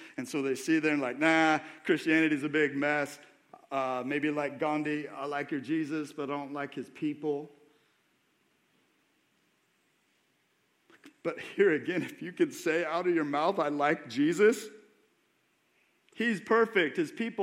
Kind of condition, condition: setting, large echoing room